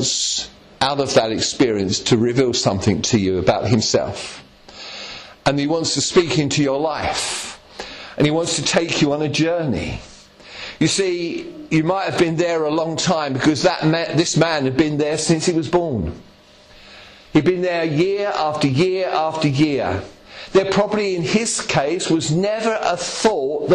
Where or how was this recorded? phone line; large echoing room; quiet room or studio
large echoing room